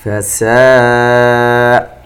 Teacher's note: مد متصل يمد بمقدار 4 حركات